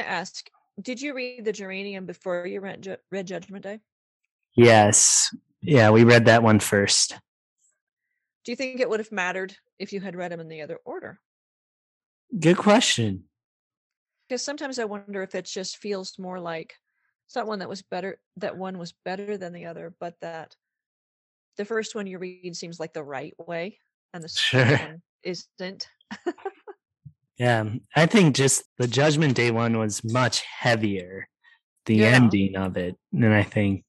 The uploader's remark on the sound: The night that we recorded this episode, we were plagued with both internet and microphone troubles. The sound quality on this episode is so disappointing that we seriously considered not even airing this.